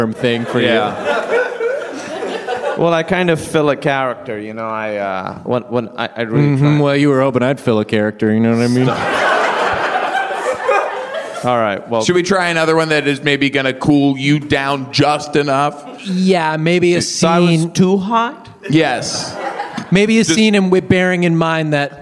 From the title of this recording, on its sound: Live at UCB Sunset